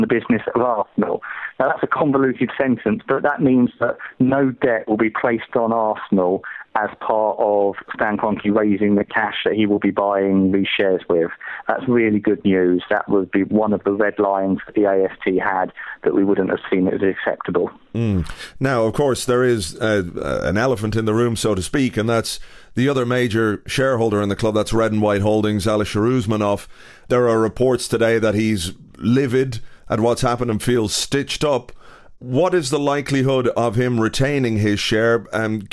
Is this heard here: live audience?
no